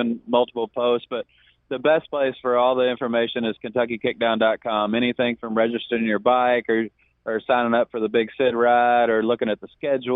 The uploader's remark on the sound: calls in with a true LIVE report from the 2017 Harley-Davidson dealer show